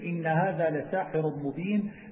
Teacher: بفتح السين ومدها وكسر الحاء